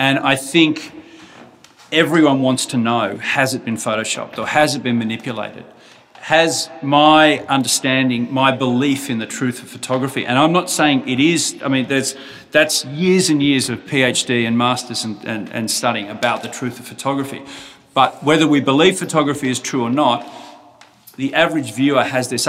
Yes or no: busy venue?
yes